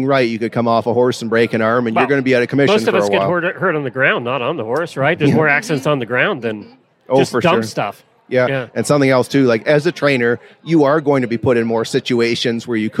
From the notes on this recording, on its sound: Live from Equine Affaire. Day 3 from Equine Affaire in Ohio.